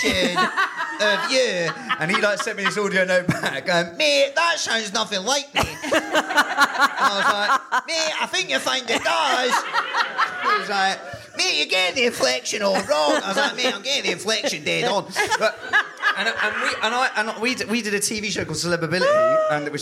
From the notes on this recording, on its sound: live at The Phenic Arts Club in London.